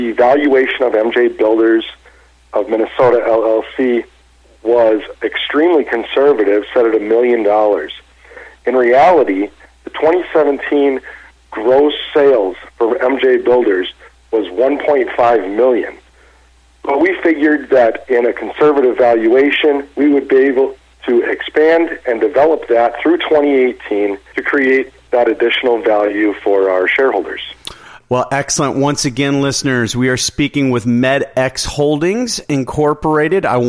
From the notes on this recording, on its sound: called in to SmallCapVoice